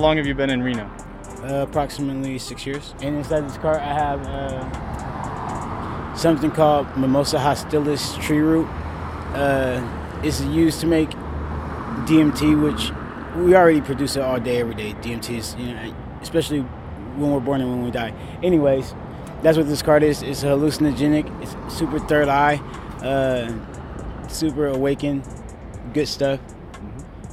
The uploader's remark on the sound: As part of our series of street audio postcards.